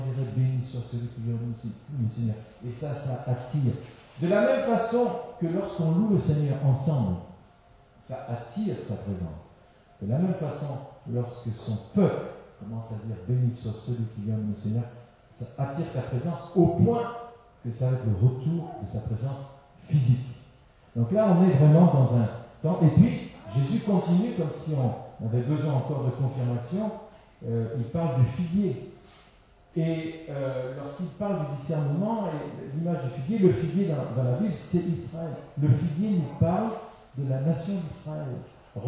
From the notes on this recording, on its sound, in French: Excusez-nous pour la mauvaise qualité de cet enregistrement.